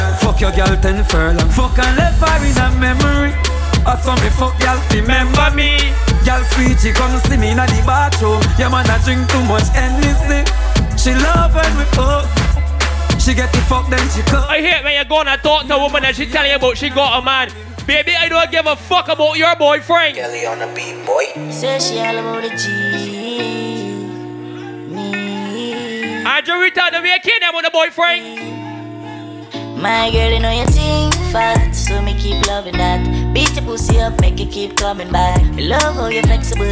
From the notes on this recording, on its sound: This is recording of me performing live at TEAR UP Cruise Oct 8th on the MV DREAM CHASER